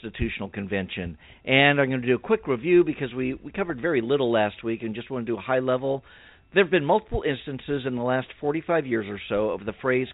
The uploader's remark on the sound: save some time for phone calls